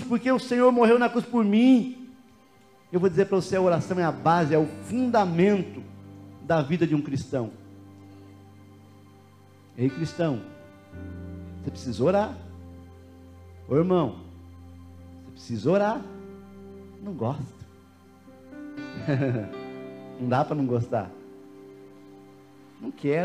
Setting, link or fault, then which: setting, large echoing room